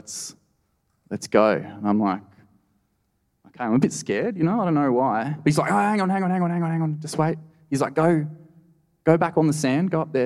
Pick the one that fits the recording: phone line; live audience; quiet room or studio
live audience